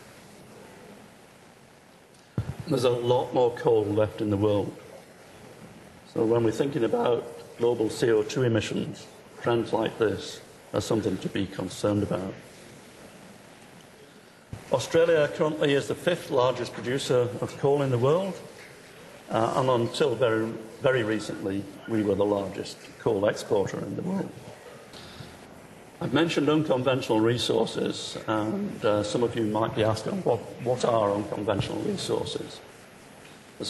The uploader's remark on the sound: Inaugural IFE Grand Challenge Lecture, recorded 8 March 2013 at QUT